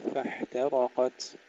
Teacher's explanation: ترقيق الحاء مع همسها وترقيق التاء ثم تفخيم الراء والقاف فاحترقت، وتفخيم ترقيق التاء الأخيرة أيضا فاحترقت.